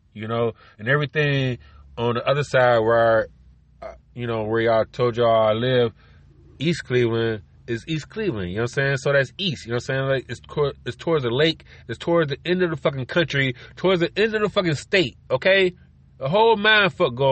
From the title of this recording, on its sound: car record in the road